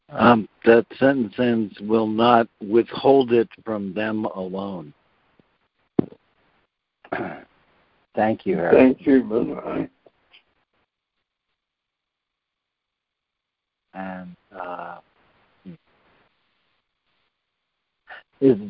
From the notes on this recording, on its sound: ACIM Daily Conference Call.